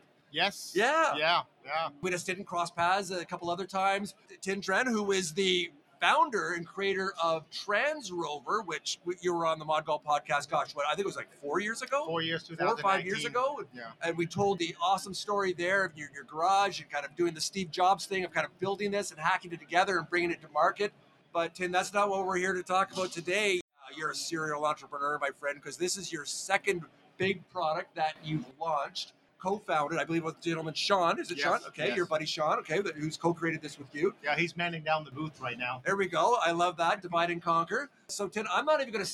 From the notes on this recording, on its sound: Live From The 2024 PGA Show Media Stage! Recorded six conversations with golf industry innovators on the Show Floor Media Stage.